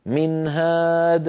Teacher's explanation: هنا ما في تطويل، على طول من هاد، هذه النون غنتها ناقصة · Term: الإظهار